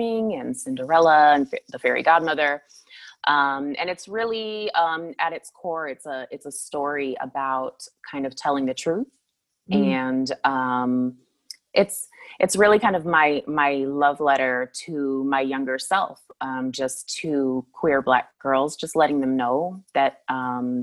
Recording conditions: video call